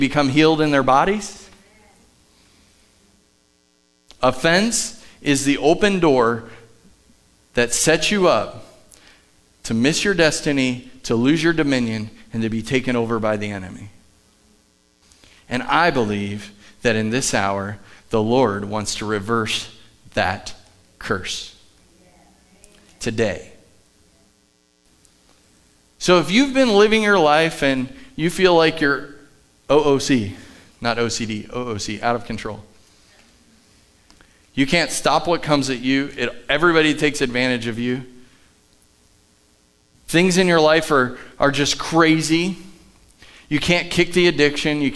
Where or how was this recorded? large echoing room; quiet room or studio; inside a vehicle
large echoing room